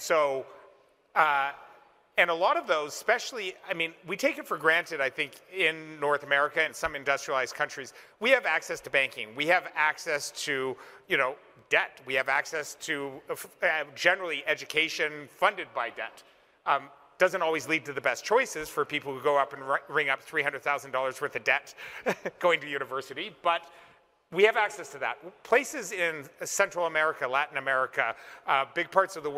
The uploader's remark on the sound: The panel occurred on Friday, June 10, 2022, the second day of CoinDesk’s Consensus 2022 festival in Austin, Texas.